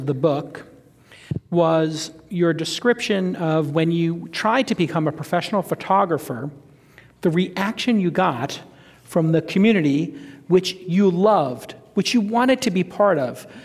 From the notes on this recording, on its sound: Today we're going back to San Francisco. On stage during my tour stop for my book Creative Calling.